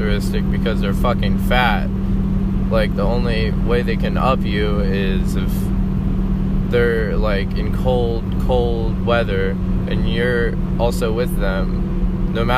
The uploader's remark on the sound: driving to work thoughts